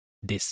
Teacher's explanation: Also desu, eigentlich als Silben geschrieben, aber das U am Ende lässt man praktisch immer weg.